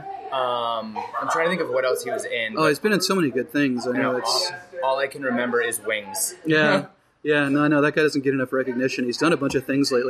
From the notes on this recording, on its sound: A special podcast recorded Saturday at the Perky Nerd Comic &amp; Coffee Shop in Burbank. Here is a special podcast recorded Saturday at the Perky Nerd Comic & Coffee Shop in Burbank.